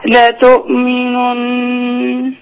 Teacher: النون مخرج لساني ما فكش لساني الا لما يخلص الصوت